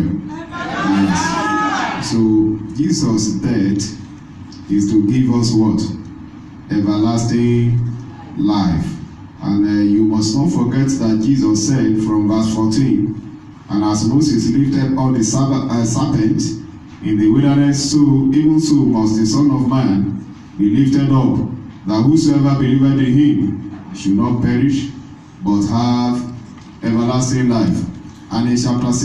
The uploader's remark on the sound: This is the message delivered on Good Friday service